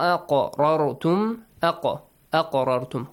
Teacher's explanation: Qaf produces a bouncing sound.